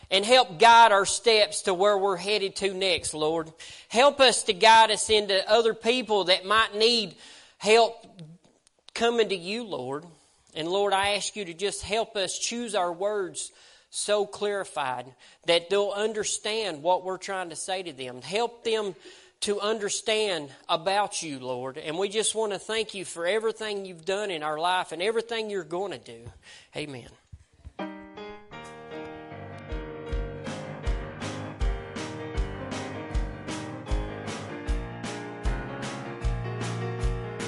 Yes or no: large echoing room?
yes